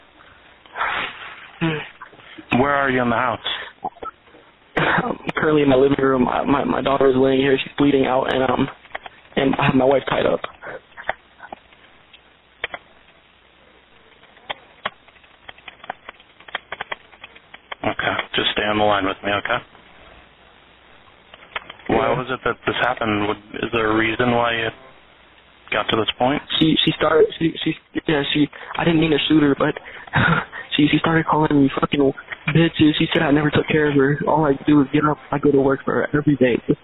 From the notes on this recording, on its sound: 911 call in Sarasota 'swatting' incident. (Be aware: there is adult language in the recording.)